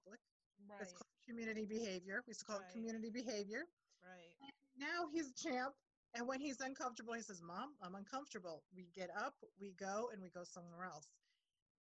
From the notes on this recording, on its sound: Check in over zoom.